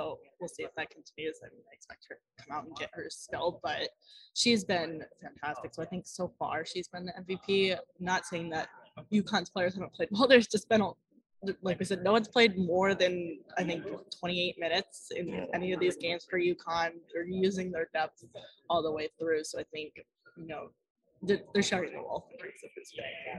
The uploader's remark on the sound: Coming to you live from the Big East tournament this week!